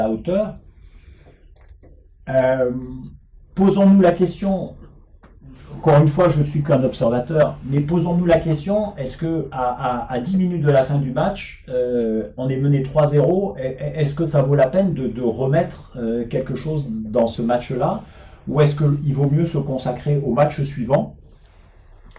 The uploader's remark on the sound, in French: Nous ne sommes pas encore à la hauteur de la qualité du son que nous souhaitons vos offrir en raison de quelques tests que nous menons.